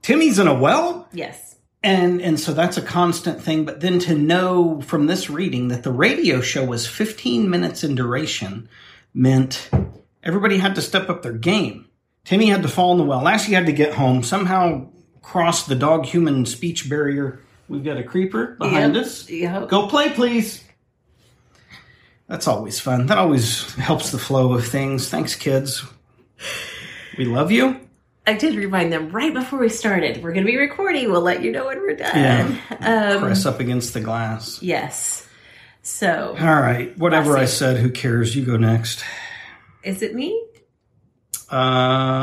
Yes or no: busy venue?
no